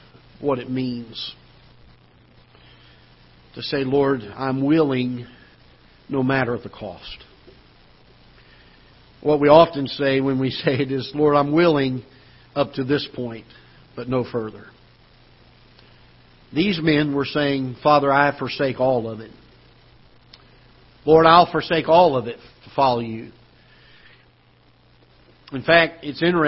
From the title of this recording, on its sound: Ketha Heights Baptist Church ~ Live Broadcast